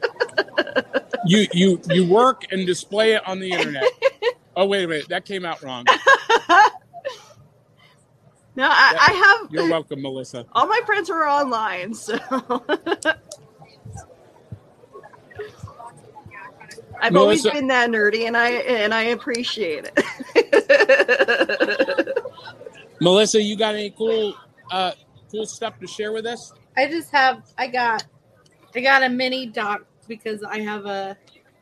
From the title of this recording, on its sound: Live from Cryptid Con!